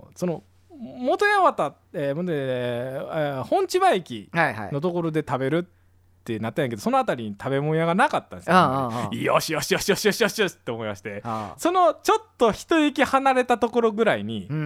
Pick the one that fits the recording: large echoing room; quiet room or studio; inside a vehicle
quiet room or studio